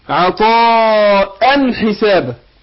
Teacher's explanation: التنوين هنا بعد الحاء فأنا بظهر النون هنا عند الحاء · Term: الإظهار